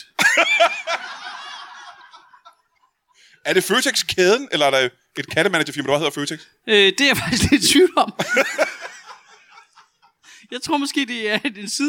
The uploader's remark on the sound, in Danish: LIVE fra HCA Comedy Festival. Optaget live på Studenterhuset i Odense under HCA Spoken Word festivalen.